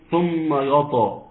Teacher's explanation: ليه هتتفخم الياء وانت بتقرا؟ هتتفخم منك لان جاء بعدها الطاء هتشدها لفوق